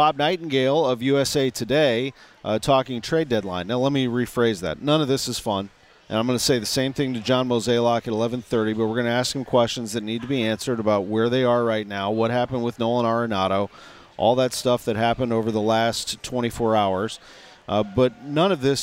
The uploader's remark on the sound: live from Cardinals Nation inside Ballpark Village